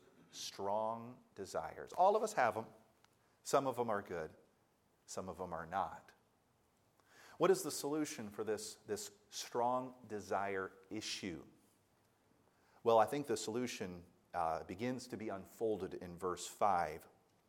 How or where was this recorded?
large echoing room